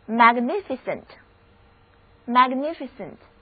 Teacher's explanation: 字母 A 的发音是梅花 A，两个字母 I 的读音都是短的 E，而字母 E 不发音，整个单词重音第二个音节，一起来读两遍吧。Magnificent，Magnificent， Verygood，非常好。因为词根 M-A-G-N-I 表示大的，而 E-N-T 是一个形容词后缀。我们来想象一下，一个建筑一旦做得非常的大，必然就是很宏伟，所以 magnificent 的意思就是宏伟的、壮丽的。故宫是一座宏伟的宫殿。